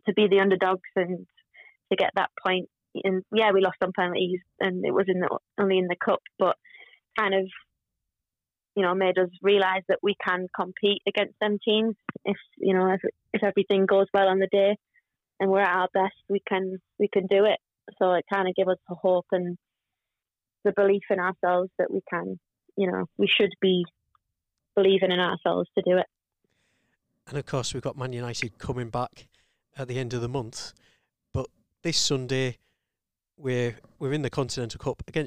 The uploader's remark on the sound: In a slightly different Pod from usual. On the phone (it's all getting technical!).